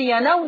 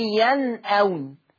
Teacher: النون ساكنة ووراها الهمزة في نفس الكلمة · Shown in: second take